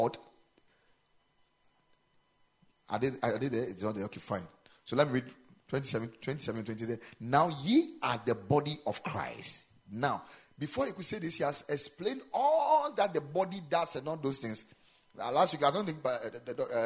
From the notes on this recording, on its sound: Preached at the Ekklesia Chapel